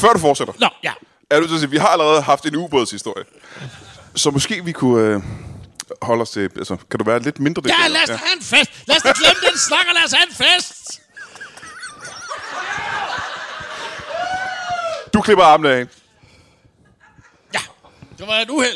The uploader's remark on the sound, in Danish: Optaget live foran et altid mageløst publikum på et altid mageløst Ramsømagle forsamlingshus.